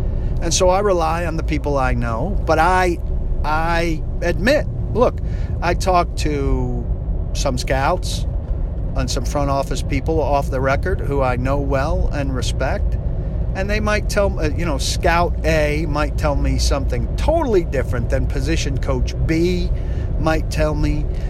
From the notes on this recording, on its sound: driving around Nashville